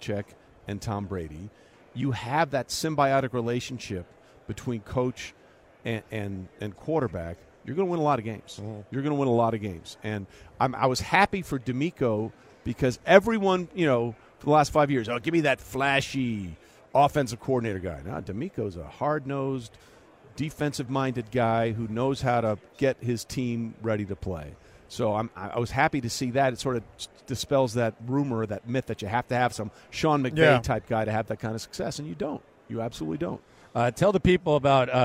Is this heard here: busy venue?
yes